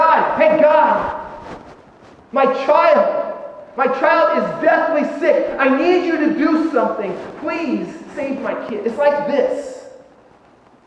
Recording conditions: large echoing room